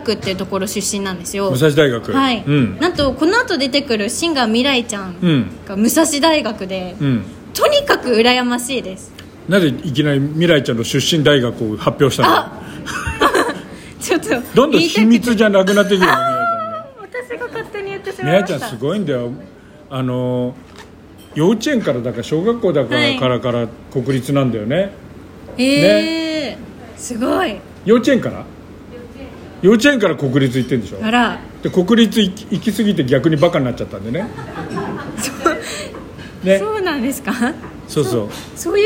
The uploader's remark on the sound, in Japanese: はじめての公開生収録